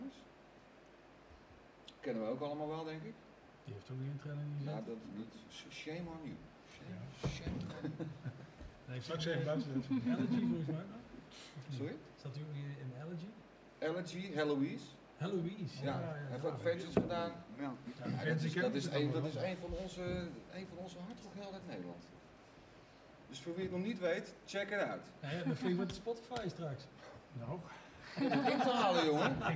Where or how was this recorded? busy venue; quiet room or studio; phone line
busy venue